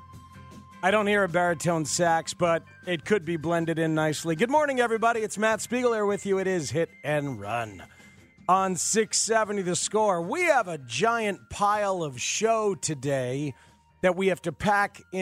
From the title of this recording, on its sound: calls in live from Toronto